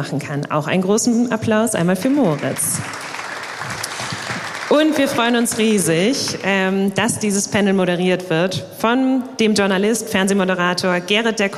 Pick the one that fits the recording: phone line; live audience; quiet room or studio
live audience